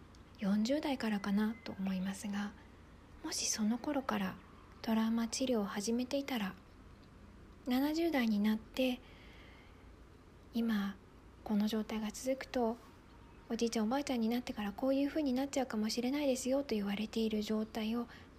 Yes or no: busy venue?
no